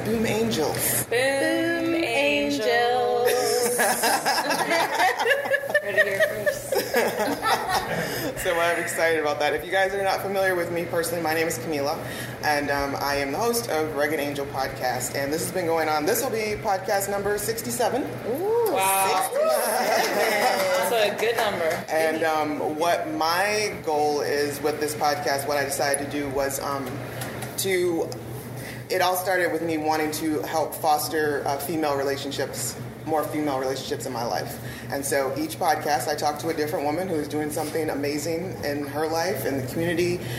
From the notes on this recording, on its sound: during a live podcast